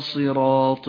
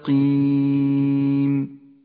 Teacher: لا تخلط بين تفخيم الصاد وترقيق السين